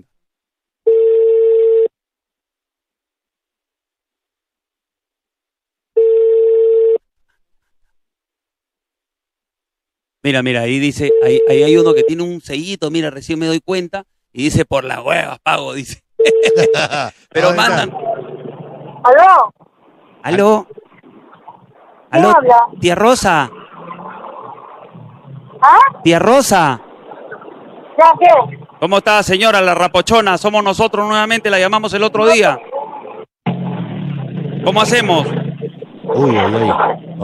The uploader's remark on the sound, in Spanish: Bromas telefonicas en vivo.